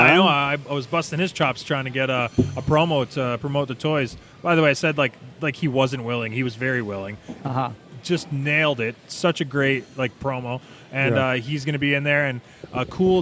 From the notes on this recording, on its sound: Live from Really Cool Comic Con in Flint, MI!